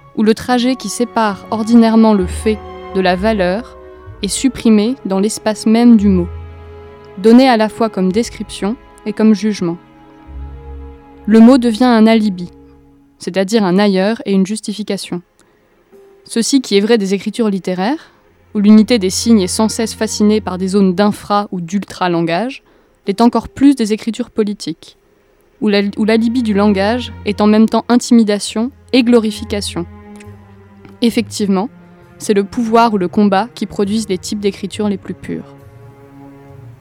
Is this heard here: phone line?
no